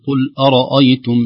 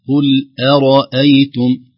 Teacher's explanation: في هذه الآيات المباركات من 52 إلى آخر سورة فصلت: قل أرأيتم إن كان، نلاحظ كلمة أرأيتم فيها همزتان بينهما راء، الهمزة حقها الترقيق والراء مفتوح حقه التفخيم، فلا ينبغي أن تؤثر، نقول قل أرأيتم، لا قل أرأيتم، ترقيق الهمزة تفخيم الراء ترقيق الهمزة مرة ثانية · Shown in: first take